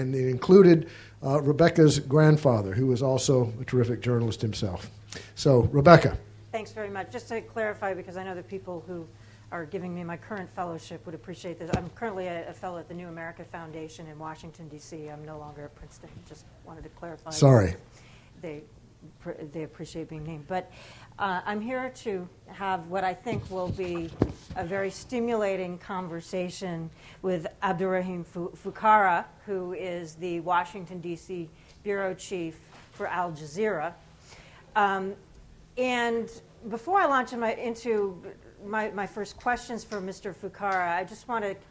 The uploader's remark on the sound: at the Shorenstein Center's 25th anniversary celebration